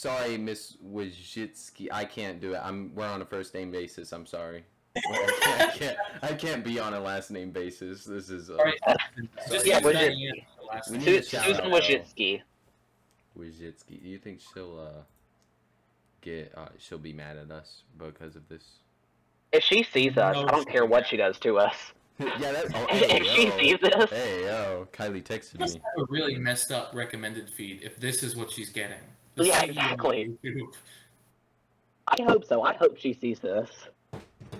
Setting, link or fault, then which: fault, poor microphone